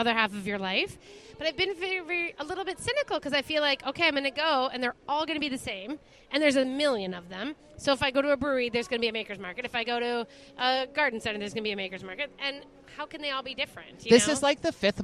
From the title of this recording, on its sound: Live at Plate and Paracel Holiday Market